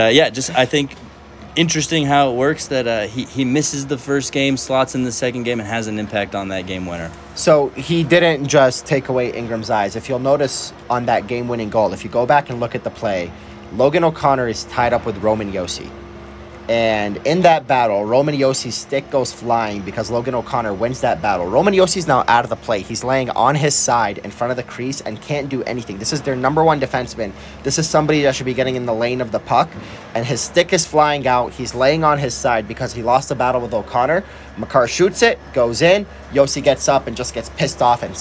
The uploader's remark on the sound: live at Ball Arena